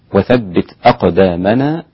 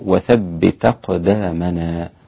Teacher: نقلت حركة الهمزة اللي هي الهمزة الفتحة آ إلى التاء الساكنة فأصبحت تا · Shown in: second take · Term: النقل